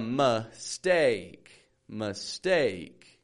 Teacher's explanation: The I in that word, I don't really say like a regular I. I don't give it a meh sound, but more of even a muh · Term: schwa